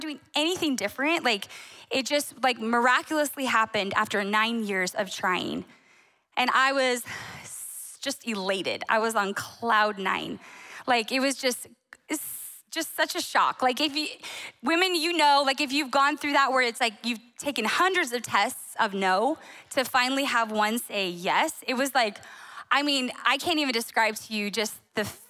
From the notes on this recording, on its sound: Recorded on December 10, 2023 at Capital Church in Meridian, Idaho.